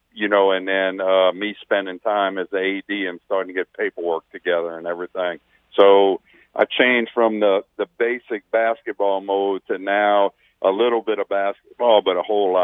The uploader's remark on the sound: go to the phone lines